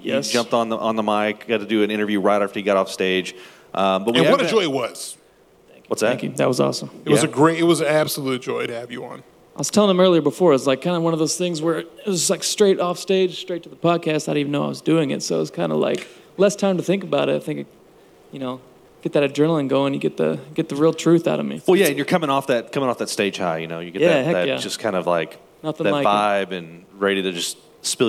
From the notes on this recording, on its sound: a live recording from our favorite venue